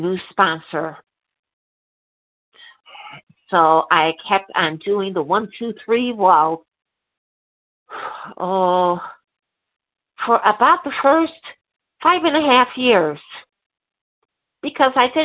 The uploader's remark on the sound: 100 Pounders Phone Meeting, 2/11/23